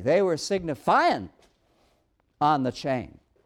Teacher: You don't necessarily pronounce the G.